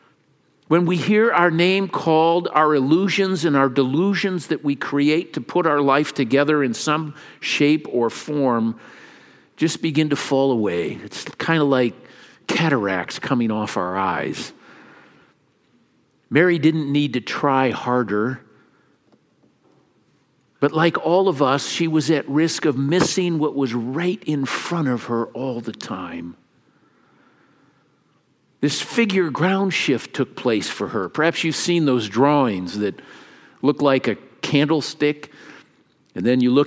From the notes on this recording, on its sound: Easter message delivered during the Traditional Worship service.